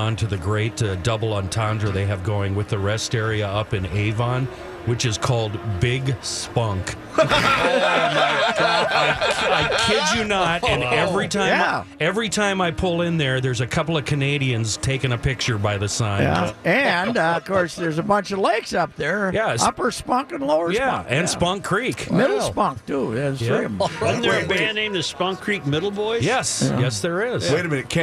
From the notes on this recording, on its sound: live from Radio Row at the Mall of America!